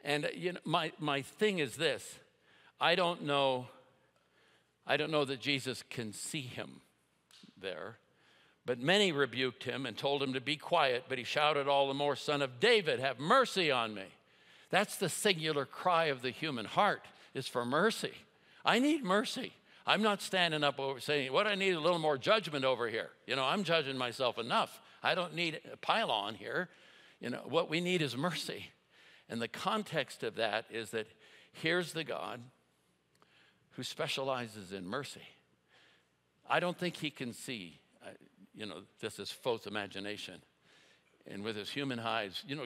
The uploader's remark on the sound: At Timberline Church - Audio.